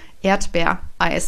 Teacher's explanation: Erdbeereis ist zum Beispiel auch ein Wort, das einen Glottisschlag beinhaltet.